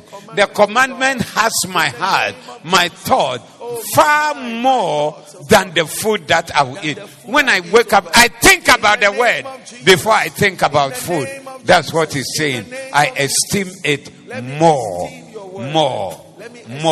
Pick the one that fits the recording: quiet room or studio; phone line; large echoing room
large echoing room